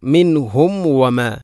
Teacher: സുക്കൂനുള്ള മീമിന് ശേഷം വ വന്നാൽ രണ്ട് ചുണ്ടുകൾ തമ്മിൽ തട്ടി കൂട്ടണം, അഥവാ രണ്ട് ചുണ്ടുകൾ തമ്മിൽ കൂടിയാലാണ് മീമ് പൂർണ്ണമാവുകയുള്ളൂ.